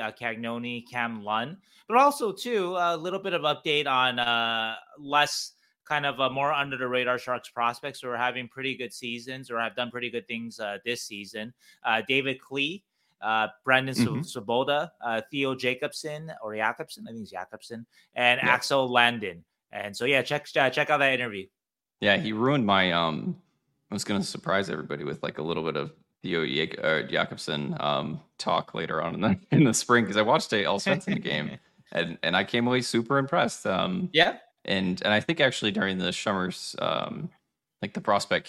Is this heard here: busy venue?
no